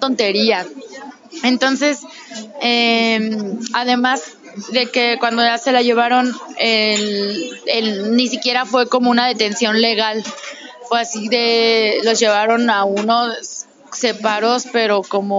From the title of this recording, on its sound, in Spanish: Un charla de cafeteria